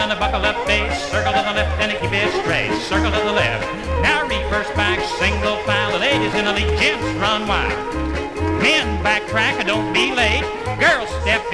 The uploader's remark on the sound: 1964 Blue Star Jubiliee in Houston, Texas. Square Dance held in the Sam Houston Auditorium.